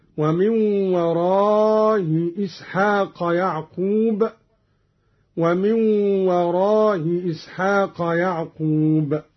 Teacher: قوله تعالى: ومن وراء إسحاق يعقوب. قرأ قالون بتسهيل الهمزة الأولى مع المد والقصر هكذا: ومن وراء إسحاق يعقوب، ومن وراء إسحاق يعقوب.